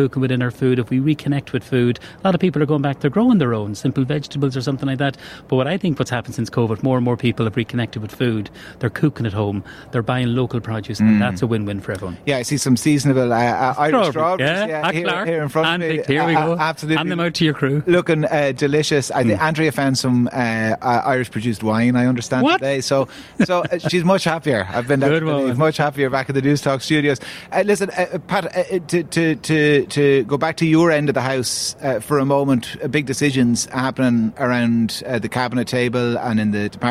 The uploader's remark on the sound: LIVE at the National Ploughing Championships, in Ratheniska, Co Laois